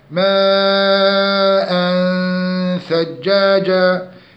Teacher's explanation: التنوين مع الثاء ماء ثجاجة، هنا إخفاء حقيقي التنوين مع الثاء